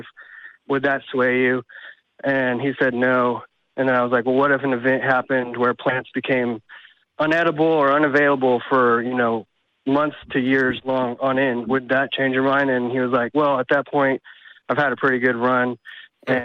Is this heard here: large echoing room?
no